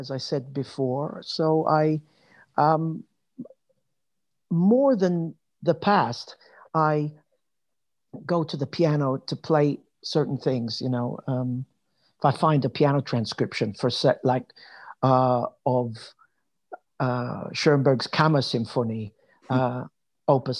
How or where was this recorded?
video call